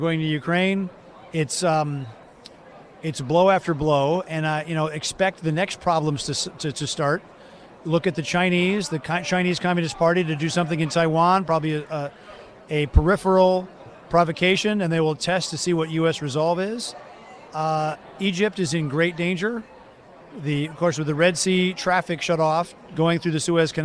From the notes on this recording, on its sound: doing his show live at CPAC